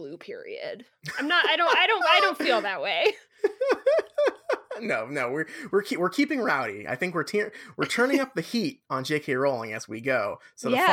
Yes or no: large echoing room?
no